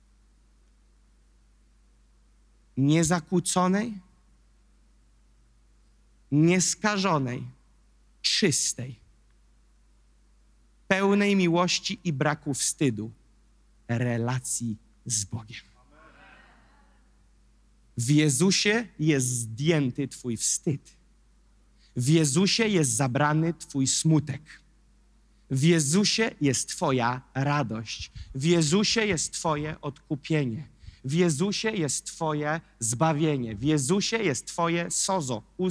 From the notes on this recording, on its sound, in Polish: Kazanie zostało nagrane podczas niedzielnego nabożeństwa NOF Church 6.